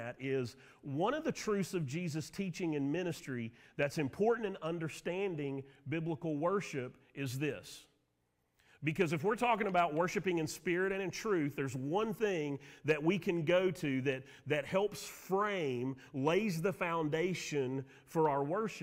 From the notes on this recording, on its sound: Sermon audio from Mission Church in Locust, NC.